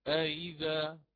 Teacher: فيكون التسهيل بين الهمزة و الياء لأنها على الكسر